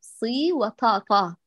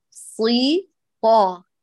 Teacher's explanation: عليك الإتيان بالإطباق حتى كمان يزيد قوتها تزيد أكثر · Shown in: second take